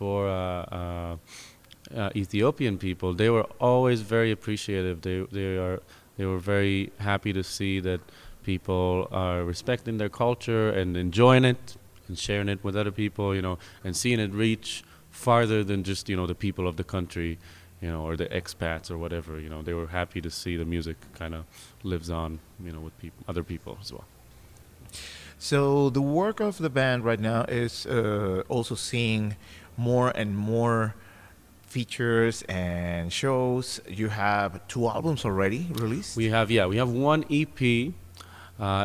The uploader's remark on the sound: In their show at New City Brewery in Easthampton, part of the Planetary Party series by World Music Collider.